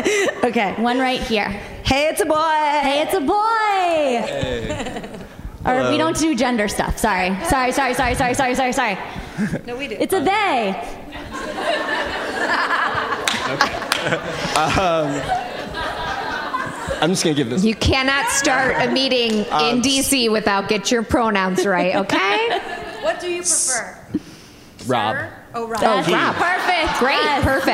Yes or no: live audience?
yes